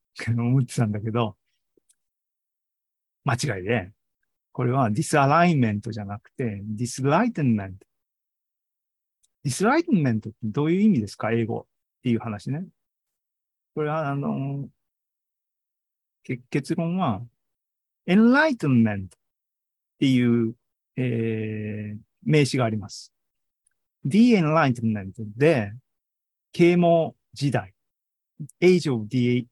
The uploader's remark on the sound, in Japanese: ２０２３年７月２９日に開催した ZOOMライブの模様です